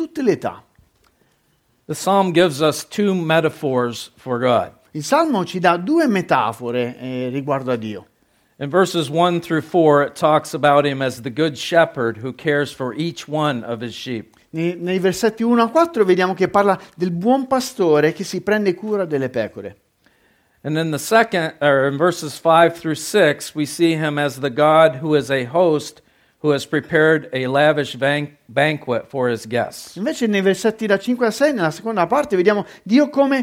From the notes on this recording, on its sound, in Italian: Registrata presso il Centro Evangelico Battista di Perugia il 9 Ottobre 2022.